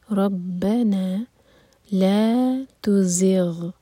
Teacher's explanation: غین ساکن پر تھوڑا ٹائم دیں تاکہ قلقلہ نہ ہو